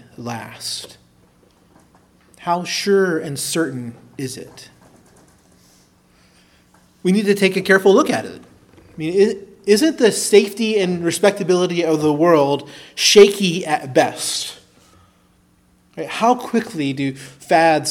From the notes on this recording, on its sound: preached at Christ Our Savior Baptist Church